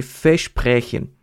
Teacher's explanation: E o V no alemão tem um som de F